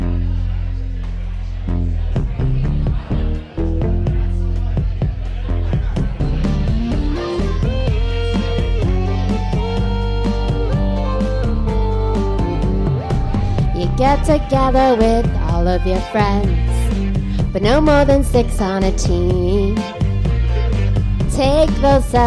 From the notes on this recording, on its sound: Live at the Local 907 in Renton! 13 of the best and brightest trivia teams around compete in our first-ever tournament finals!